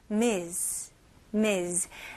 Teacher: 스펠링은 M-S이지만 발음은 Z 발음에 더 가까워요.